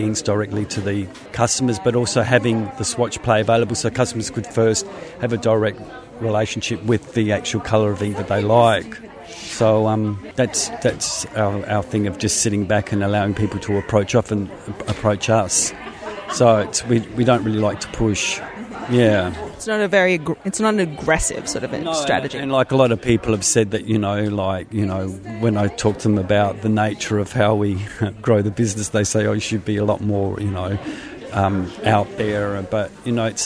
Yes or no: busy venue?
yes